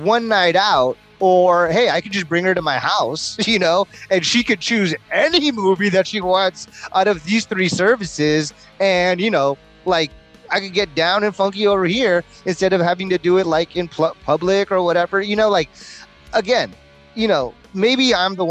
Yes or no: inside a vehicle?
yes